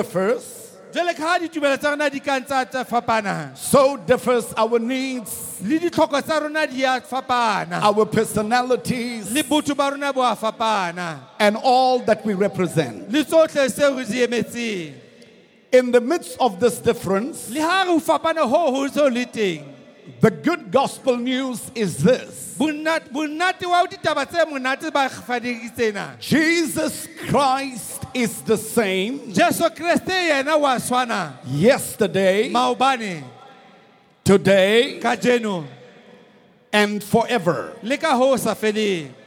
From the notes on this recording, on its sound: preached at the Good Friday Celebration 2018 hosted at the Orlando Stadium